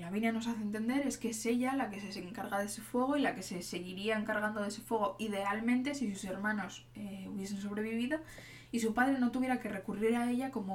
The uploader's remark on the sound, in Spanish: Como siempre, oireis ruidos de fondo, probablemente algún timbre, patitas, una puerta o cosas por el estilo. No edito el audio, espero que no os importe.